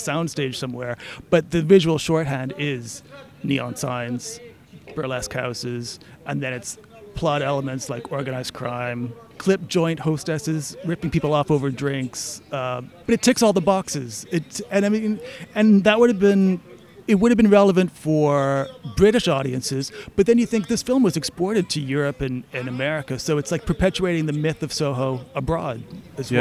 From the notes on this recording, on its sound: we headed out to Fontaines bar in Dalston